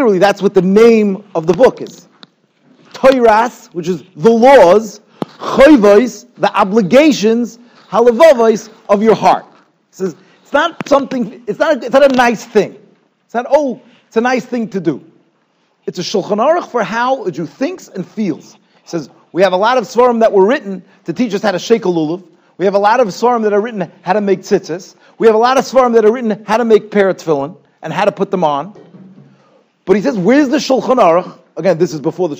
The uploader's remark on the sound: Shiur recorded in Yeshivas Ohr Reuven, Monsey, NY.